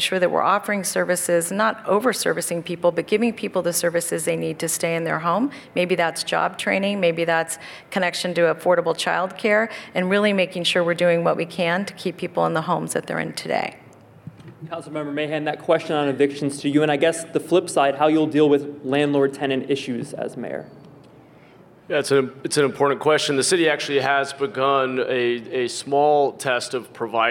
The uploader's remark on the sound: KQED Live: A San Jose Mayoral Candidates Forum